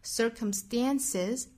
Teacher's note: circumstances 尾部仍然是读浊音的 z